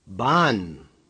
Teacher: The H in Bahn is not pronounced. It is written to show that AH is a long sound, longer than the A in Hamburg.